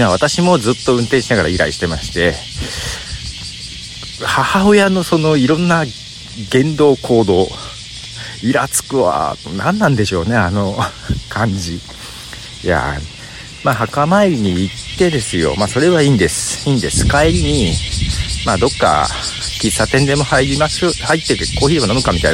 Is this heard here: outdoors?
yes